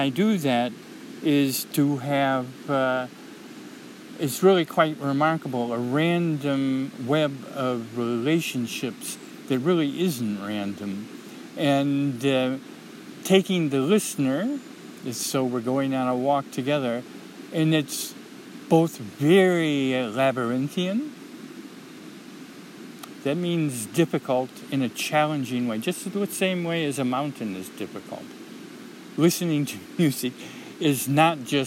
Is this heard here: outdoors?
yes